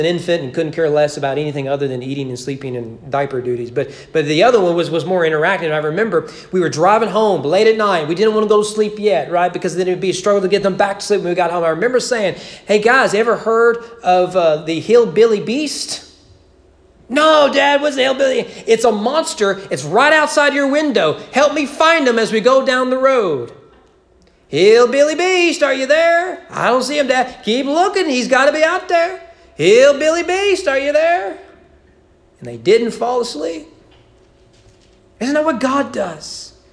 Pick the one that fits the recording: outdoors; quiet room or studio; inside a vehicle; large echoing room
large echoing room